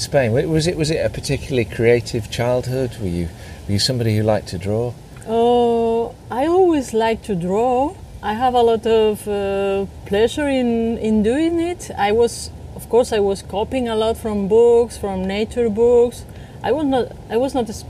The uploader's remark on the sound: was recorded over lunch in her garden in LA